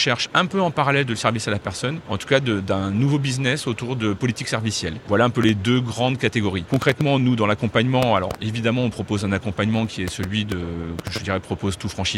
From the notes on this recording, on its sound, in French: Pour un nouvel épisode de Mon Podcast Immo en live de Franchise Expo.